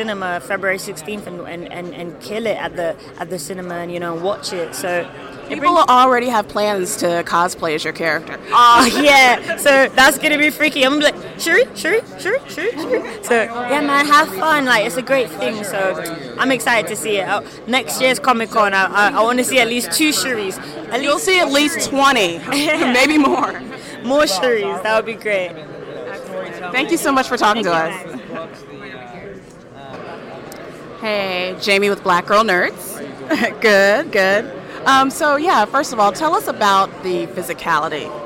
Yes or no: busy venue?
yes